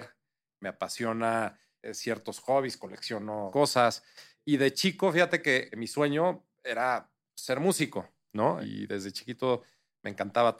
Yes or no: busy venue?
no